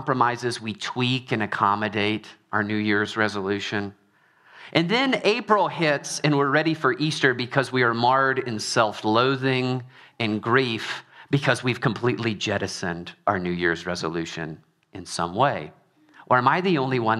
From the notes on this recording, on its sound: Trinity Anglican Church • Littleton, Colorado